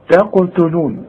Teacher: هؤلاء تقتلون رقاق للتاء علشان الت جايه جنب قاف